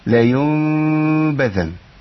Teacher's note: المذهب الثالث بيقول تماس الشفتين اللي هو إيه لا إطباق ولا فرجة حاجة كده إيه يتلامس الشفتين لا بحيث أنا لو جبت ورقة وحبيت أعديها ممكن تعدي.